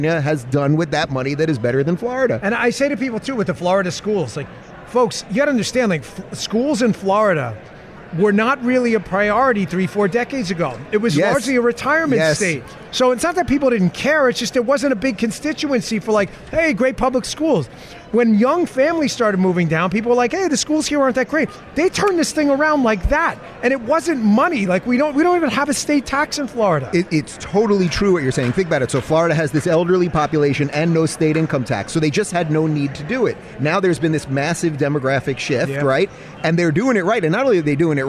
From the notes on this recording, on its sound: Live from the Patriot Awards in Hollywood Florida